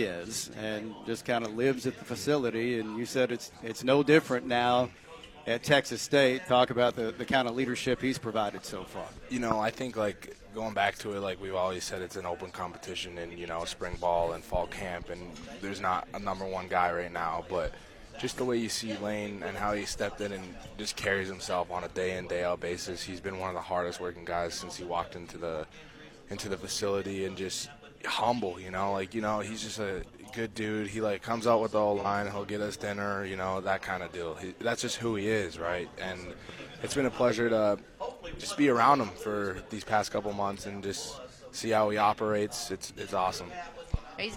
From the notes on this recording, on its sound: The Workday Redzone from Sun Belt Media Days. Live from Sun Belt Conference Media Days in New Orleans.